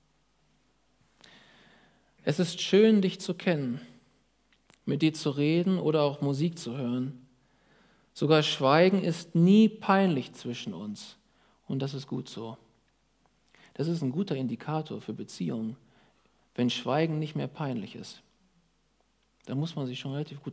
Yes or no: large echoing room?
yes